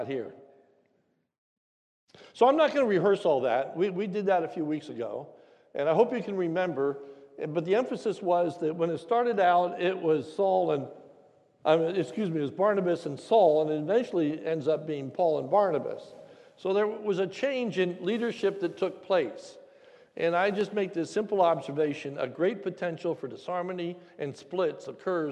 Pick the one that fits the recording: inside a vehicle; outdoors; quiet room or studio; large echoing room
large echoing room